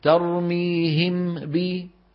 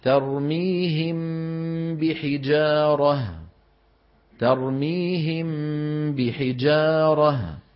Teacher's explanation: بقي الأمر الثالث أن نقول ترميهم، وطالما أن نهاية الميم شفتان منطبقتان وبحجارة بدايتها شفتان منطبقتان فنطبق على ميم ونجافي عن باء · Shown in: second take · Term: الإخفاء